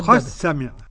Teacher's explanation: يبقى النطق بسين واحدة مش سنين · Term: سين مشددة